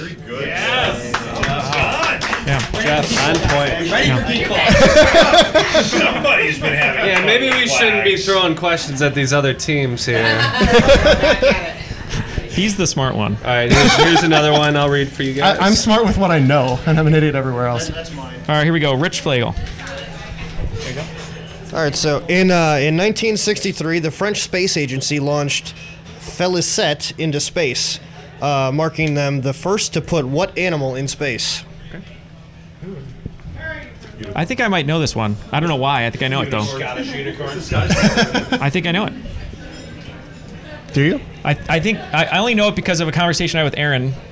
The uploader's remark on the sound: A live 1 on 1 from Boston. Thank you to all of you who were able to attend our first live recording!